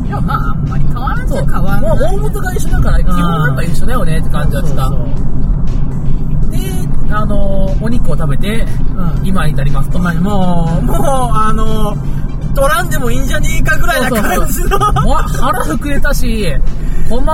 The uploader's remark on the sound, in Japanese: 久々の車内収録